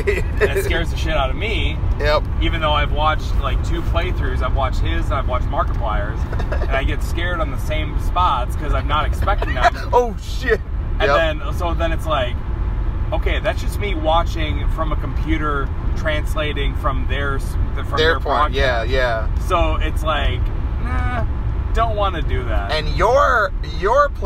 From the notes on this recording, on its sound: Talking video games in a car driving to a wrestling show.